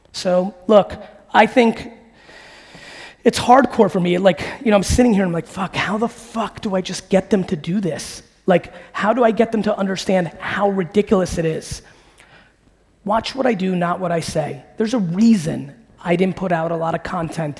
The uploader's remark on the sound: A Keynote: Business Squared Sydney, AUS.